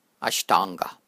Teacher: the second A is long and the first is short